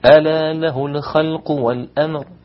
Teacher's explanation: بدون قلقلة في اللام، لام الخلق ولا ميم الأمر